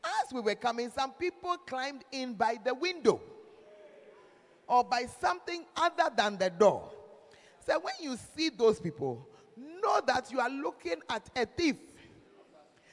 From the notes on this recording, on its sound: Preached At The 12 Foundations Of The Bacenta Camp